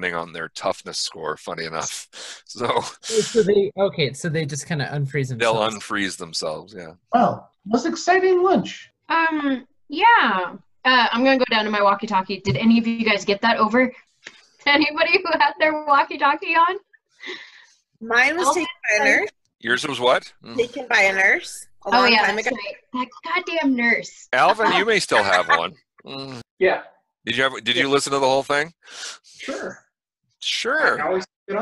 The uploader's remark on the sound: from the relative safety of our own homes via Zoom